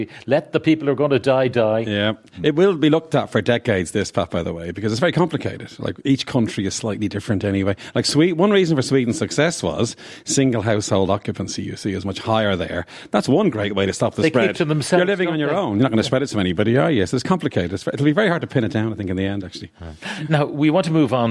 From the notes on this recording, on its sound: live from the Aviva Stadium today